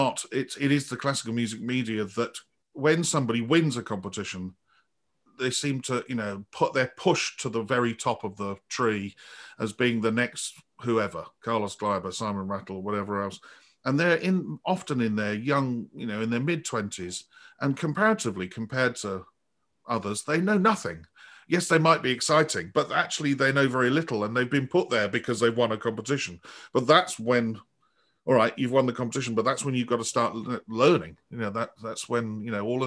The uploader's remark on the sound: This interview was recorded on 11th February 2021 via Zoom.